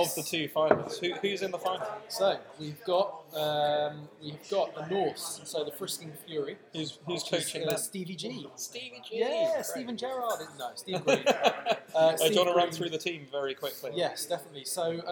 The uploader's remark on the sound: LIVE at the DBL Cuckleberry Final